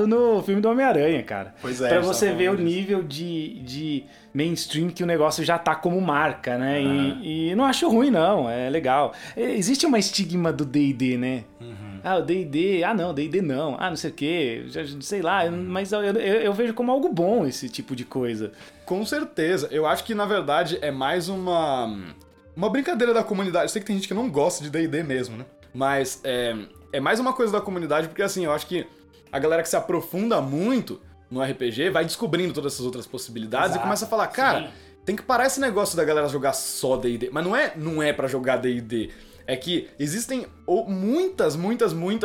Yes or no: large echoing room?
no